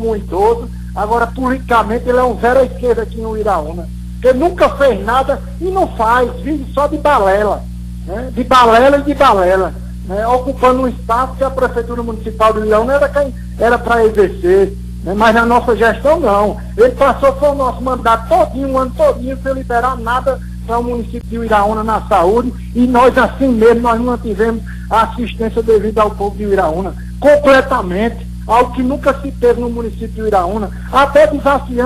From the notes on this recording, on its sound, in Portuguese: Participou por telefone.